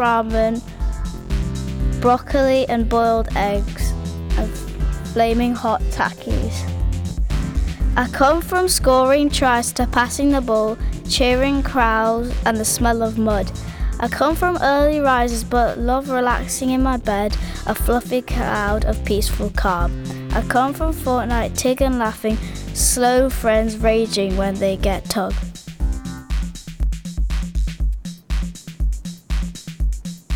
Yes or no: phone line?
no